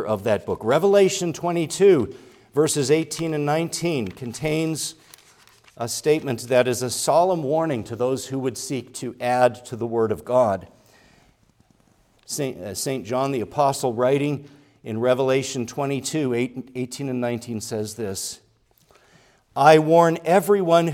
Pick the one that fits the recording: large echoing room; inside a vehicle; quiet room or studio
large echoing room